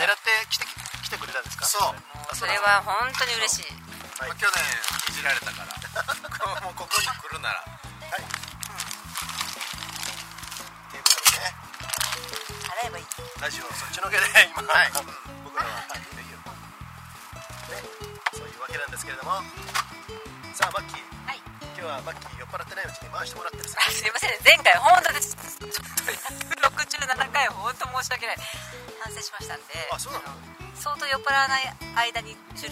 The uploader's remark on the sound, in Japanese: 今回は雑音・雑談ひどいので